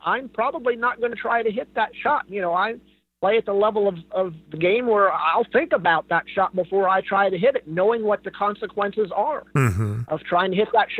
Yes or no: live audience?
no